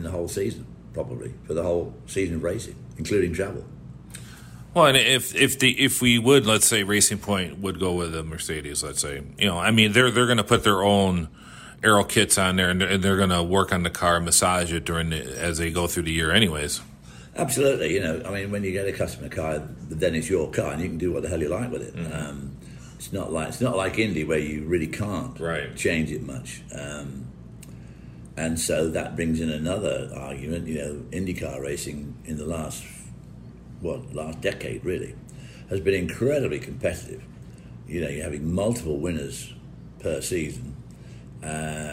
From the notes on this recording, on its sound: Joined live at Road America.